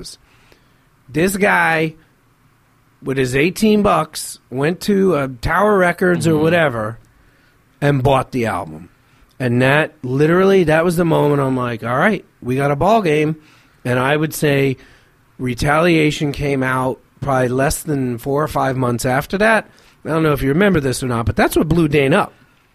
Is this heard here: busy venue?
no